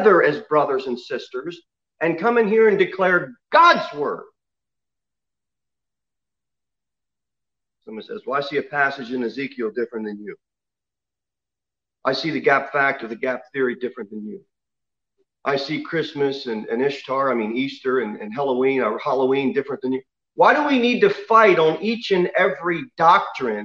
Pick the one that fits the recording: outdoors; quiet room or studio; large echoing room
large echoing room